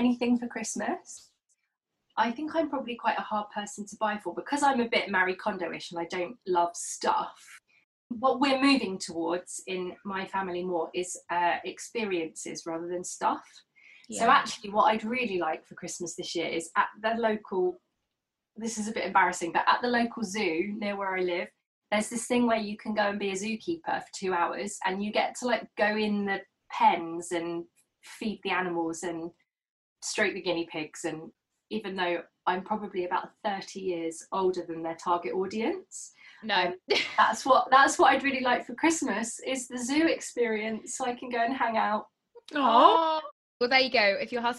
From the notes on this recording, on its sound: This episode was recorded remotely over Zoom. This series was recorded remotely during the second lockdown.